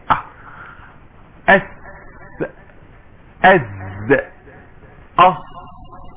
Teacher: يبقى اللسان اهو طرف اللسان مع صفيحة الاسنان